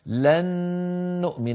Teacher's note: قل لا لن نؤمن، لن آخرها نون ساكنة، نؤمن أولها نون مضمومة، لن نؤمن أدغمنا النون الأولى في النون الثانية فصارت نونا مشددة